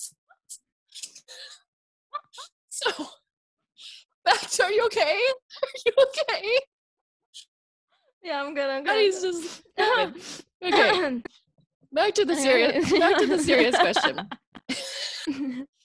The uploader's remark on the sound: Laugh through major technical difficulties.